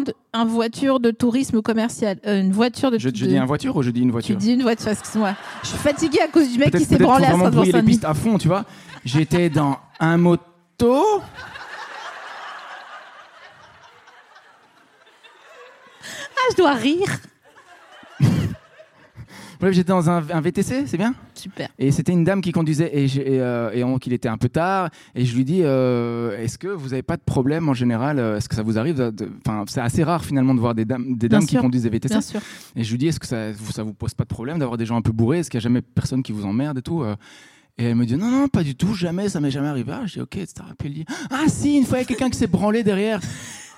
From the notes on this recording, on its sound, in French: enregistré en février 2022 à la Scala Paris